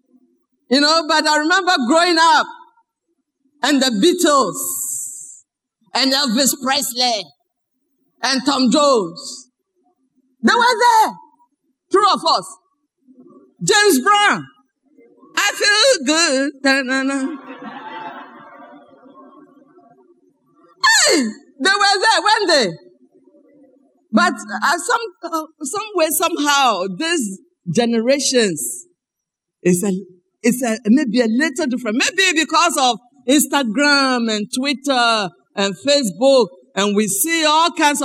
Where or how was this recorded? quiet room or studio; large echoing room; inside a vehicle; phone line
large echoing room